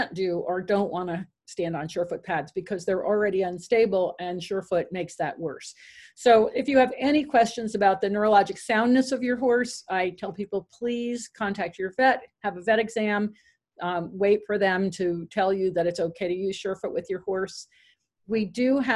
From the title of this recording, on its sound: Zoom Meeting